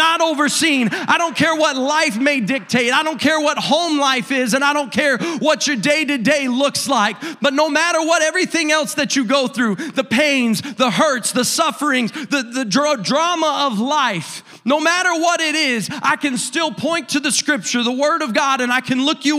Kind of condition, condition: setting, large echoing room